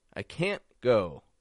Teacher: We make a little pause at the end. We have a stop T. And we make the N short and quick when it's negative.